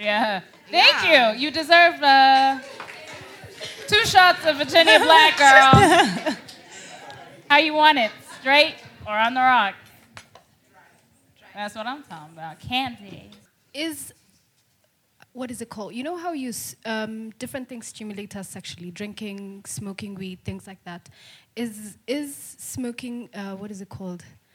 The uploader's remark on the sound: A very intense conversation between the live audience and the guest hosts. A few debates amongst the audience is what made this episode magic.